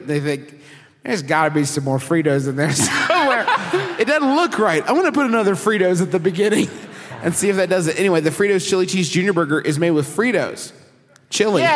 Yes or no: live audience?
yes